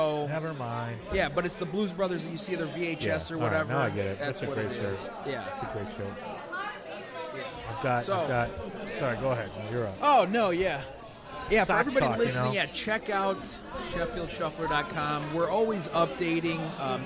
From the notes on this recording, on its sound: Live at Black Barrel Tavern on Madison in Chicago.